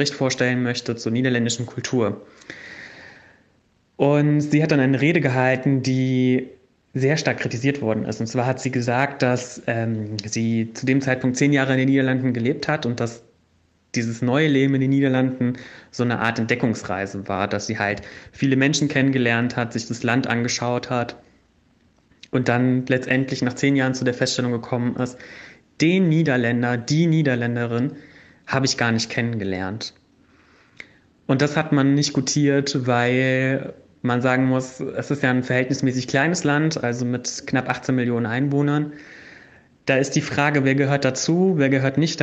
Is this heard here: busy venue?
no